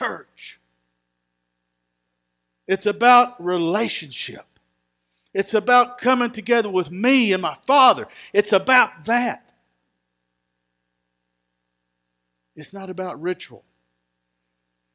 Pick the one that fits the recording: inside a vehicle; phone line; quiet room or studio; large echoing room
large echoing room